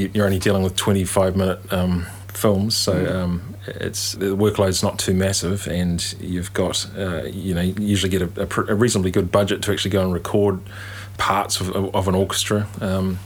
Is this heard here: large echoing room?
no